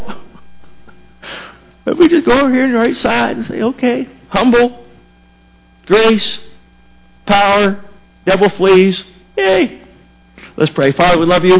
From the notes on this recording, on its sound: Sermon was recorded April 22, 2018 at Northside Baptist Church of Elkhart, Indiana